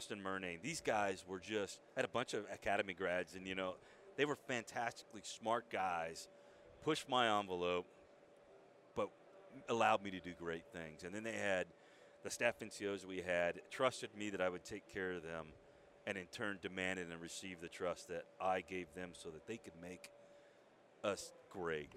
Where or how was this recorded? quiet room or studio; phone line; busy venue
busy venue